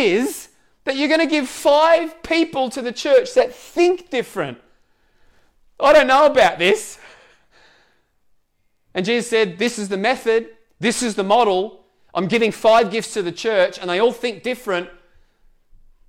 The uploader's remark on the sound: Echo Church Melbourne